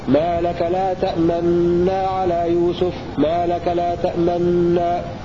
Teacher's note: وأضغم البعض الآخر عنهم النون الأولى في النون الثانية مع الإشمام، أي ضم الشفتين، حالة الإدغام والغنة التي توجد بإدغام النون الأولى في الثانية، هكذا: ما لك لا تأمنا على يوسف، ما لك لا تأمنا.